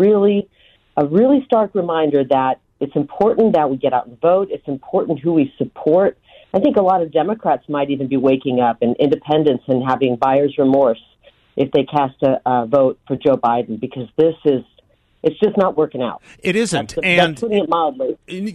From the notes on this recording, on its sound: joins the show by phone